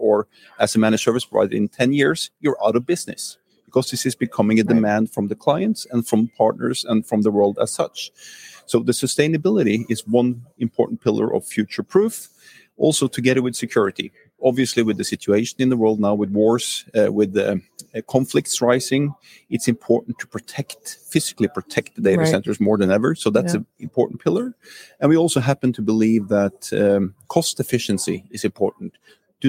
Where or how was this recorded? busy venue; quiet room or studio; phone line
busy venue